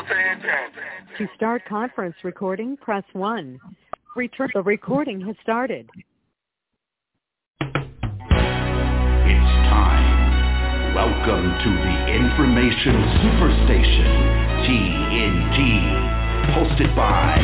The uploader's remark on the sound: TNTSuperfantastic Conference Call